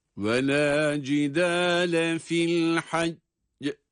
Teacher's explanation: Fil haccı kelimesinde dururken son harfin kalkale harfi olan cim olması sebebiyle sesimizi mahreçten kuvvetli bir ses çıkaracak şekilde ayarlıyor ve öyle duruyoruz cezimli olarak